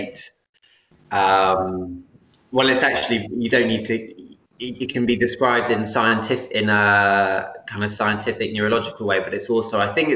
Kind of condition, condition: link, video call